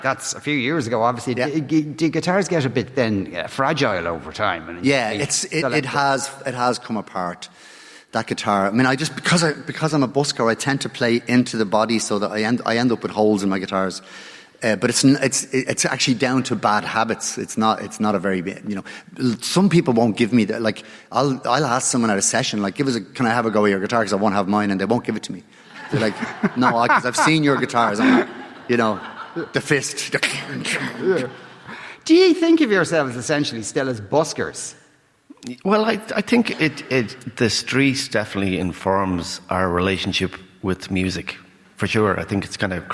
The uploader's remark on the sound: live from the Triskel Arts Centre in Cork City.